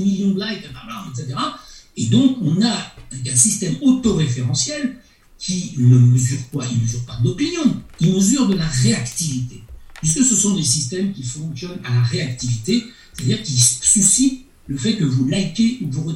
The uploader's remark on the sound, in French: Webinaire enregistré le 28 septembre 2022